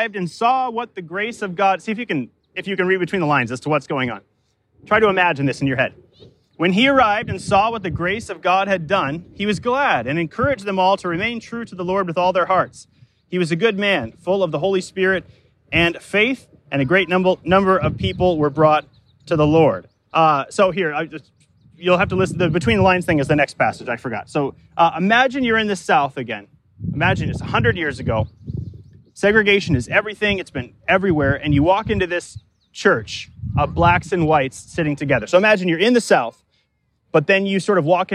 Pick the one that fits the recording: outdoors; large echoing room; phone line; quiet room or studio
outdoors